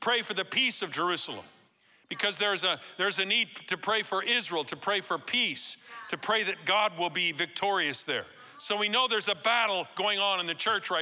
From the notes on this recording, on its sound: Recorded live at Capital Church in Meridian, Idaho